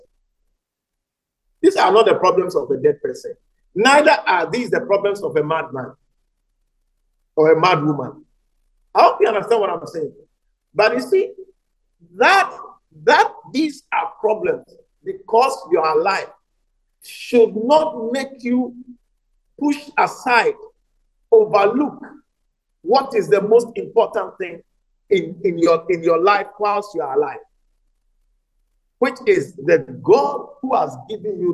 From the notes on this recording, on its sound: message preached at the Living Waters Cathedral